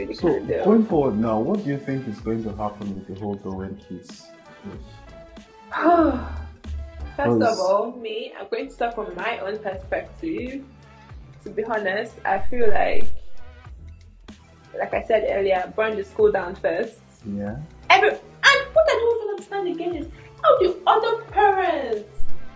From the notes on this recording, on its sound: We humbly apologize for the audio of this episode as we know it's not what it's meant to be, we had a LOT of technical difficulties but we just had to push through